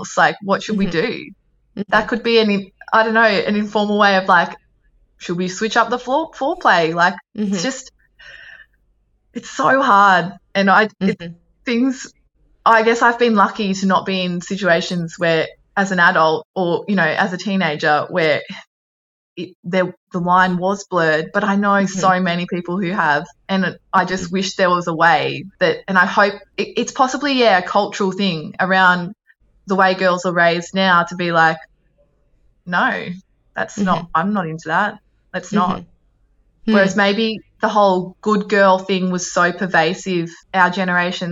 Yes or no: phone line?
no